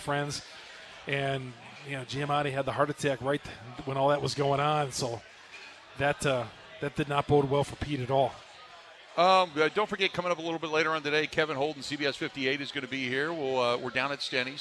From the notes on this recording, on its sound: spends the first hour live from Steny's